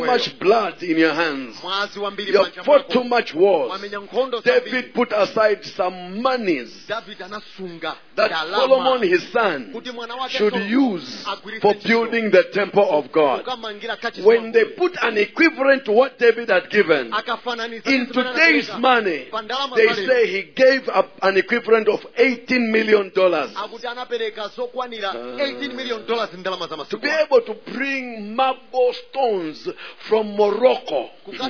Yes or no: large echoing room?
yes